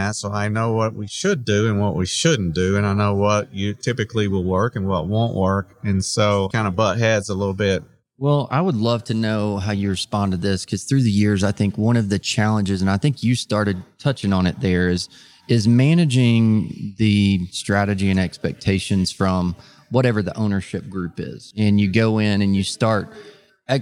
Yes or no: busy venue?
yes